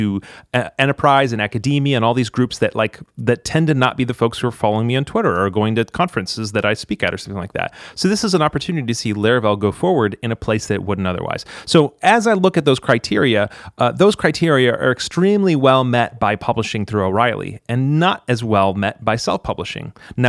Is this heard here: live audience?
no